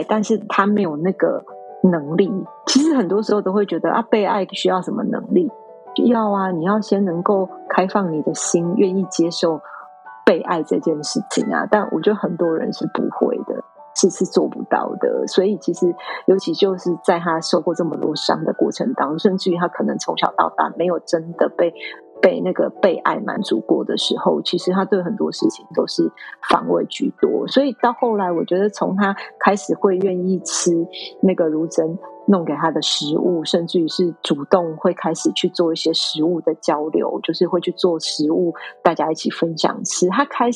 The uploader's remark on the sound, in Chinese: 本集音質稍差，懇請見諒！